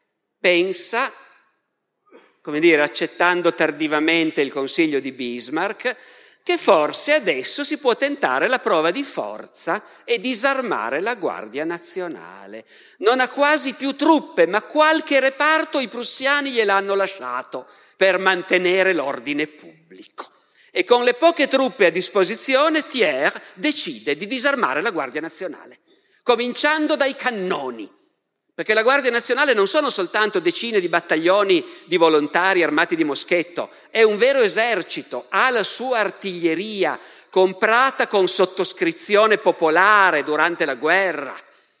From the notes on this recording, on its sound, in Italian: Dal Festival della Mente 2021